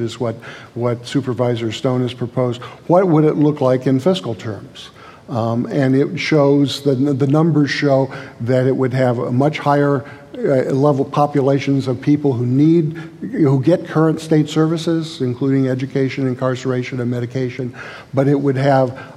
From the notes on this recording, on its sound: in a conversation at the Fresno Art Museum